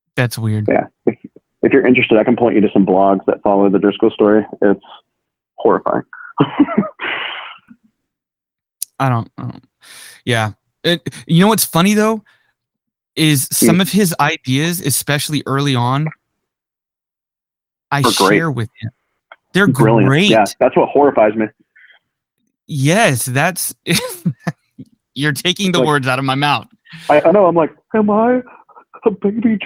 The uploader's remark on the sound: had an impromptu phone conversation